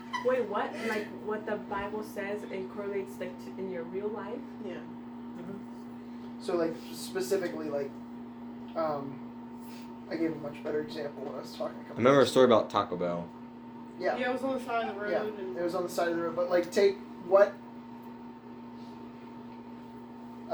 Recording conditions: poor sound quality